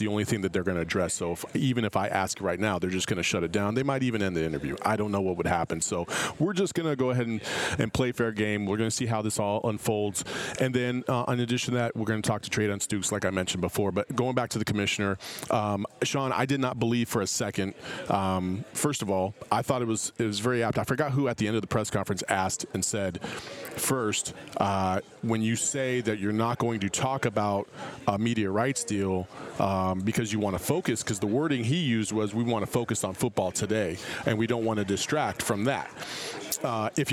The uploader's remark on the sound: At Pac-12 Media Day and we are LIVE from Las Vegas at Resorts World.